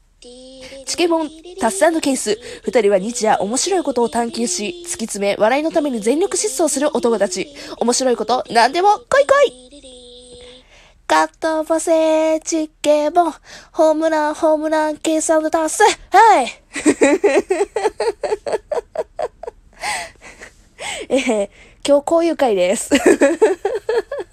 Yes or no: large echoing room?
no